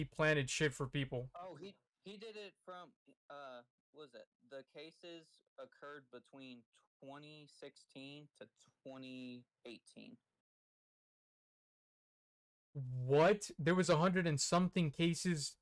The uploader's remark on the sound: The audio quality fell short this ep